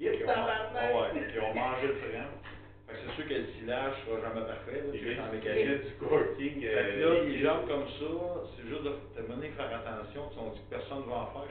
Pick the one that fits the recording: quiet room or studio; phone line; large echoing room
large echoing room